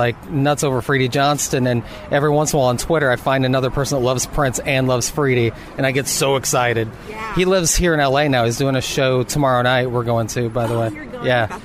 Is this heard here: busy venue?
yes